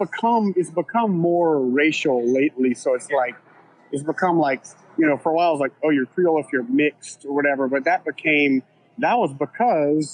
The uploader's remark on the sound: He joins us on location from a local bar.